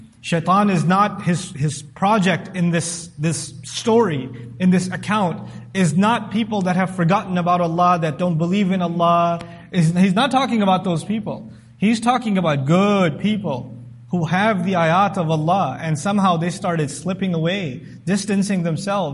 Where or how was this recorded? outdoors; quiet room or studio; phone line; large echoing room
large echoing room